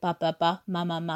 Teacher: the bilabial sounds, which are produced with the lips, like b, p and m